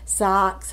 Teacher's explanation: we want some kind of hissy little sound at the end for our sibilants, S and Z.